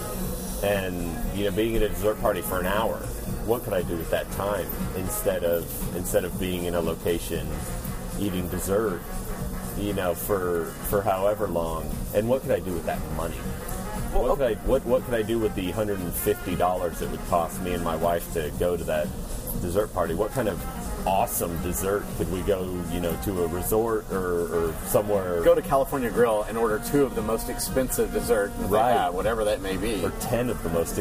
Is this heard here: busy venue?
yes